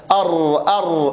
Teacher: صوت الحرف حالة خروجه في مخرجه. أما الراء ليس فيها انحراف، لأن الراء تخرج من طرف اللسان من منطقة دقيقة جدا، من فوق ما بين طرف اللسان وما بين اللثة